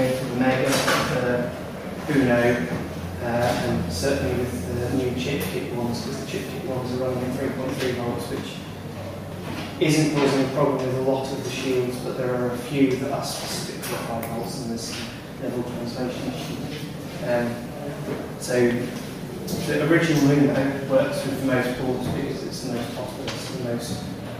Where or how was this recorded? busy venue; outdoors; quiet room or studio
busy venue